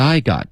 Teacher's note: 重音要放在 I 不是 got